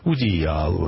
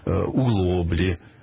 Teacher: Кое-где в русских говорах сохранилось, вот так сказать, уканье.